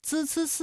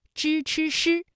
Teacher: 与平舌音的声母滋滋滋对应的翘舌音支吃诗